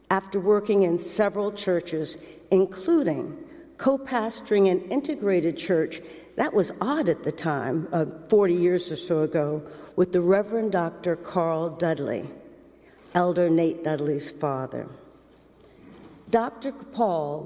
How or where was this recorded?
large echoing room